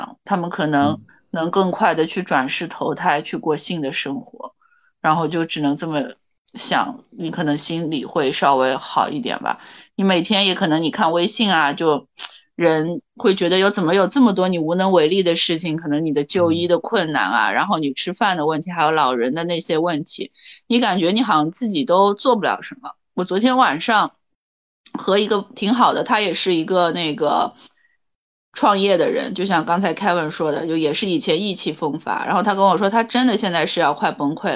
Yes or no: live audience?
no